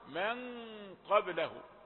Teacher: عندنا نون ساكنة بعدها القاف فتيجي الغنة مفخمة · Term: الإخفاء